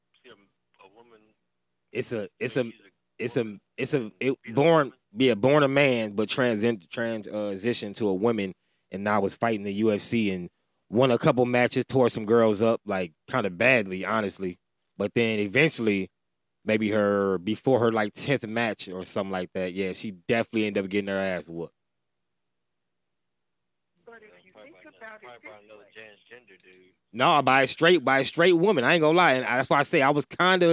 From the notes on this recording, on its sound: Had two guest over the phone today